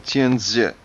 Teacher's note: The Z is sort of a TS, sort of a Z sound.